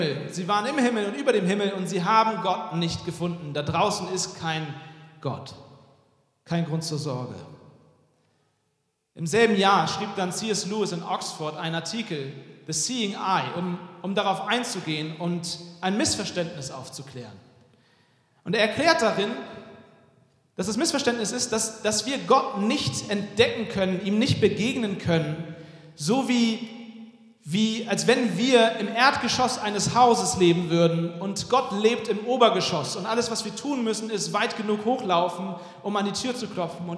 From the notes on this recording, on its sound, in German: Weihnachtspredigt 2023 aus dem Felsenkeller Leipzig.